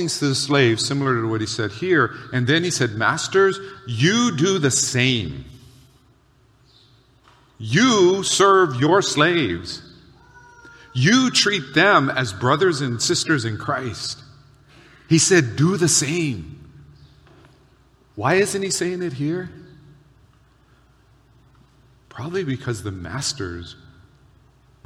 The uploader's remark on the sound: Recorded on July 23, 2023 at Waialae Baptist Church.